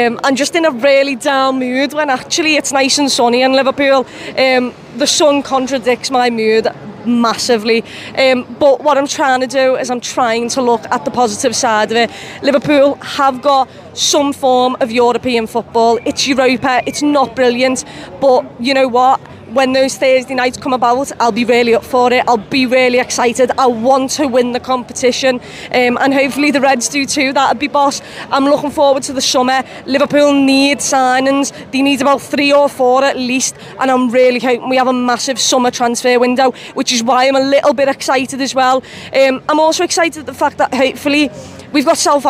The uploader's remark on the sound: Gives her match reaction outside Anfield.